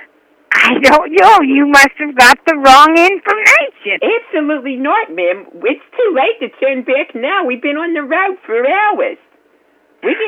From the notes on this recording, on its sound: Prank Phone Calls